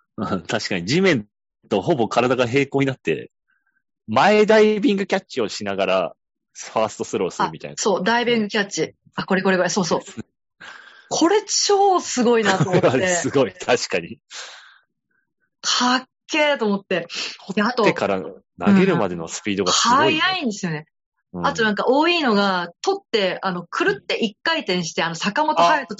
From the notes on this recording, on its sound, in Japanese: ZOOM収録なのでお聞き苦しい箇所もあるかもしれませんがご容赦を！回線悪かった～！